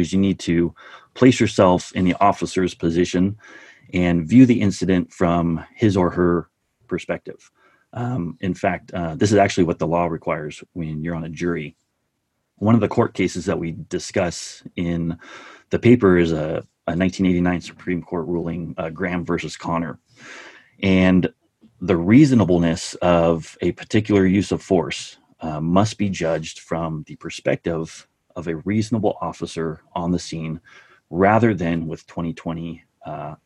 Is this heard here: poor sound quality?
no